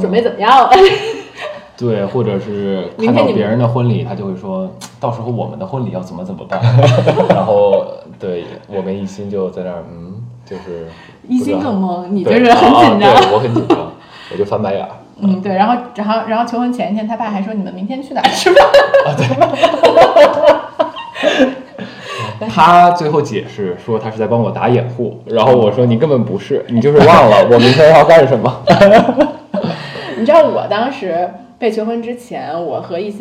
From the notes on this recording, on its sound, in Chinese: 没有4个话筒笑声过大请大家原谅！